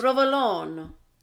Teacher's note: you don't pronounce the vowel at the end